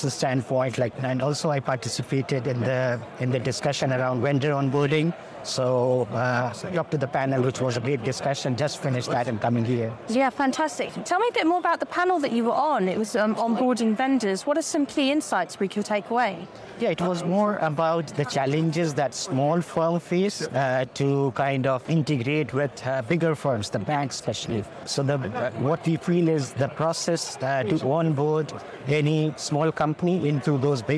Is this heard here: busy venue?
yes